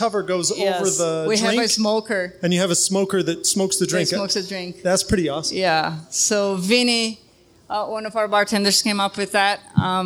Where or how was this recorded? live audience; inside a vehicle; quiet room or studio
live audience